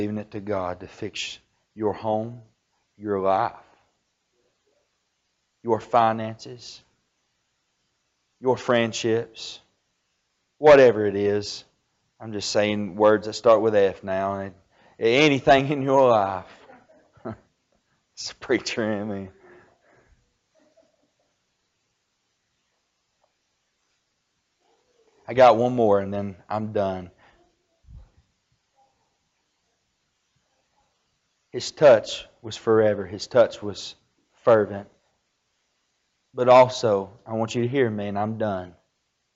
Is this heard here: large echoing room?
yes